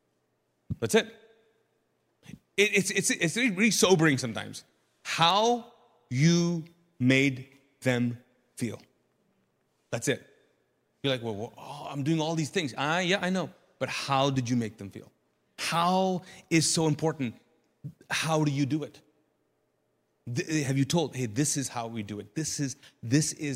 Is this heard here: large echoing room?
yes